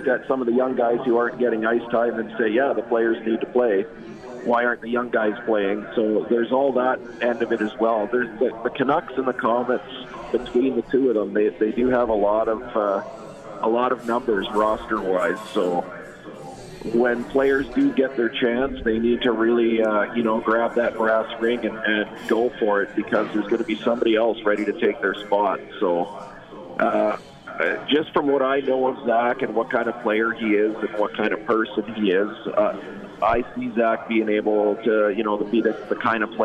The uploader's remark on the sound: live from The 72 Tavern